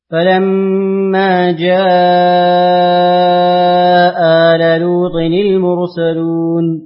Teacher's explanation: ثم اقرأ لورش بالإبدال في الهمزة الثانية مع القصر والمد في البدل